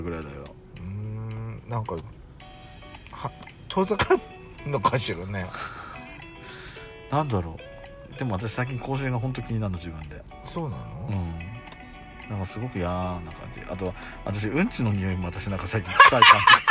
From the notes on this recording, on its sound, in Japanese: パーキング収録